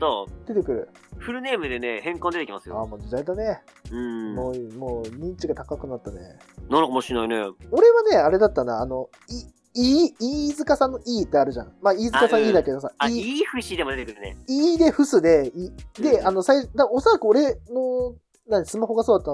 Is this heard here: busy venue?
no